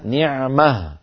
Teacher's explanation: نعمة منونة مرفوعة يوقف عليها نعمة، فلا روم ولا إشمام فيها لأن التاء المربوطة التي آخرها ضمة وتنوين رفع انقلبت إلى هاء ساكنة حالة الوقف